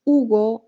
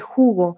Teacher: Recuerden que la H para nosotros, como en francés, muda, no se dice · Shown in: first take · entonces no se dice jugo.